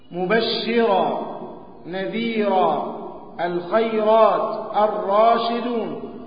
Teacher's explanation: طيب، مبشرة، نذيرة، الخيرات، الراشدون، كل هذه الراءات تأتي إما في أول الكلمة وإما في وسطها، وهي راءات مفخمة لأنها مفتوحة